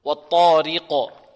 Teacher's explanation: والطارق الراء مرققة لأنها مكسورة